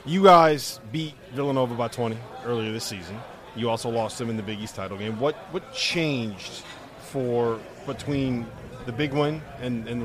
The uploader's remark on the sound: FIELD OF 68 LIVE! From Gordon Biersch!